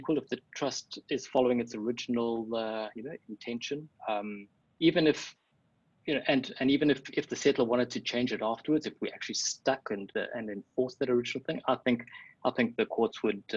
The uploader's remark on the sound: Webinar audio recording dated 8 July 2020